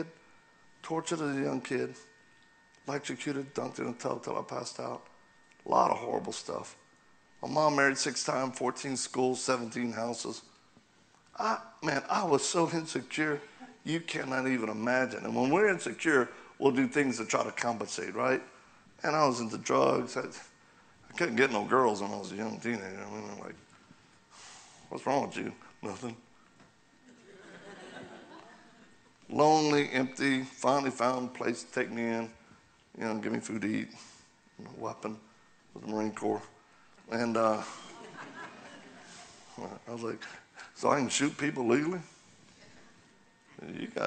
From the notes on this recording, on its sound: continues his talk at Calvary Chapel Joplin